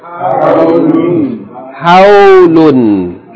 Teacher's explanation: That's a diphthong followed by tanween. Two syllables. Diphthong and then tanween.